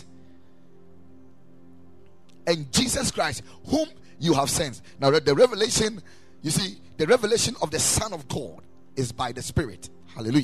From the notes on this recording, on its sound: Preached at the Ekklesia Chapel